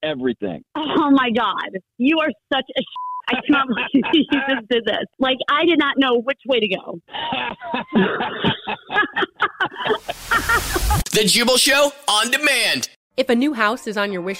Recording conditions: phone line